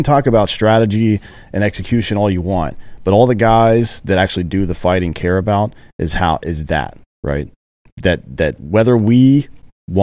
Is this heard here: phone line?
no